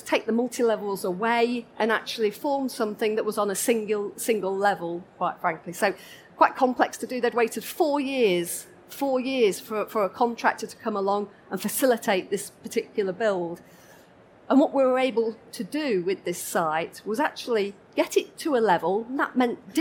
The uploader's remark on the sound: This session was recorded live on 13th November 2019 in the Buildings & Estates Theatre of the Schools & Academies Show at the NEC in Birmingham.